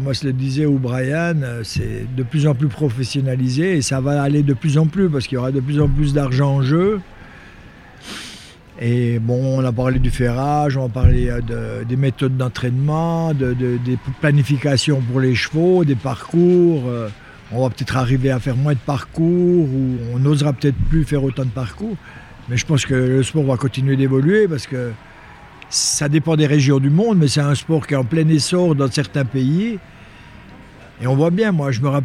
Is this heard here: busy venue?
yes